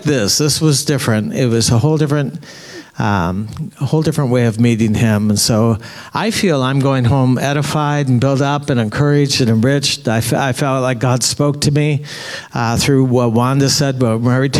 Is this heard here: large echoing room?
yes